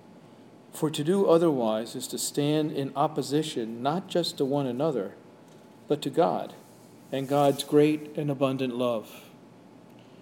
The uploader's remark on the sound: Sermon/Homily delivered at Jan Hus Presbyterian Church and Neighborhood House